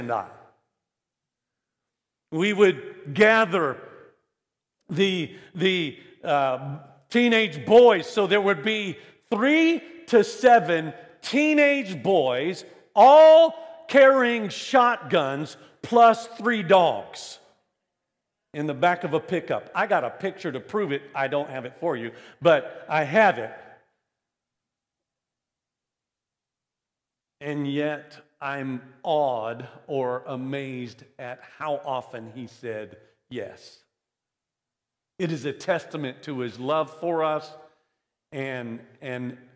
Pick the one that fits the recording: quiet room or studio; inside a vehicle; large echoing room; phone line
large echoing room